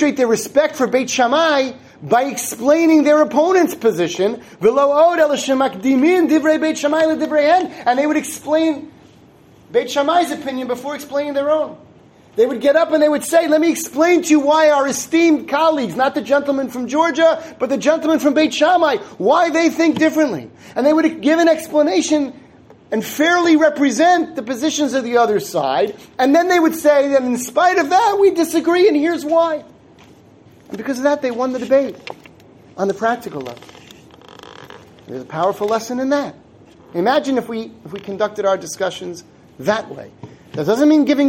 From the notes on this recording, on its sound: Given at the Synagogue of the Suburban Torah Center in Livingston, NJ.